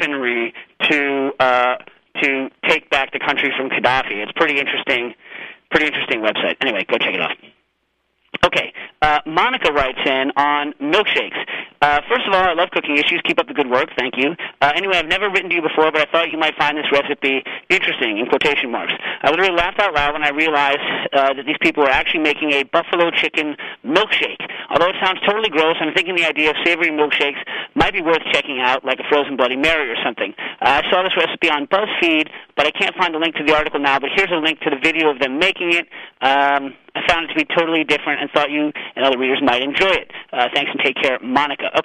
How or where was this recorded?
phone line